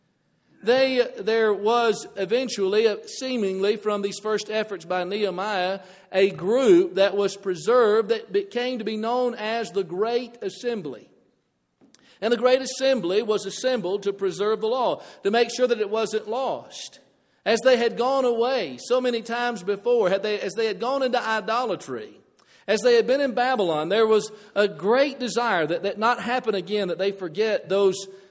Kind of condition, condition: setting, large echoing room